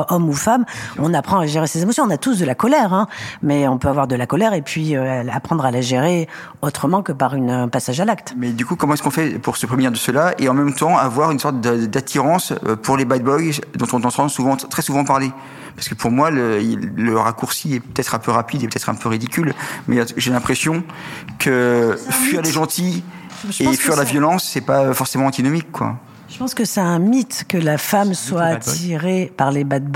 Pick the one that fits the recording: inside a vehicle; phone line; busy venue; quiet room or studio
busy venue